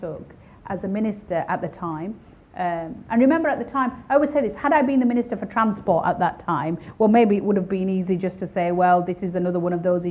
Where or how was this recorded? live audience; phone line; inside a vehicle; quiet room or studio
live audience